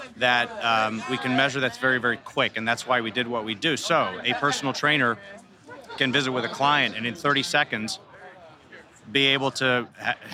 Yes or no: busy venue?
yes